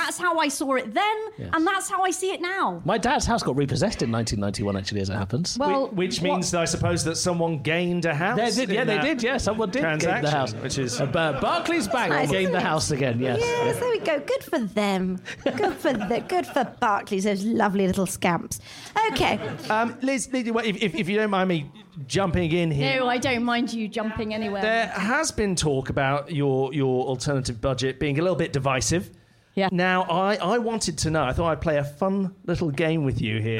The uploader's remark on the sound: they put on a live show